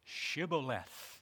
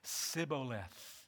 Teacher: the Ephraimites could not pronounce the SH sound. · Shown in: second take